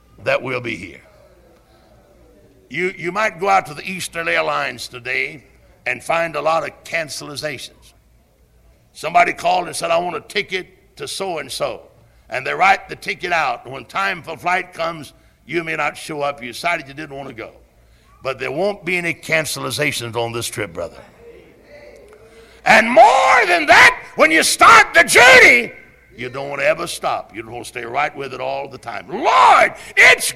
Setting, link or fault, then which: setting, large echoing room